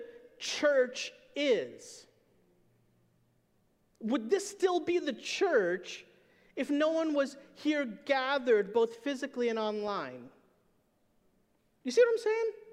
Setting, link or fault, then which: setting, large echoing room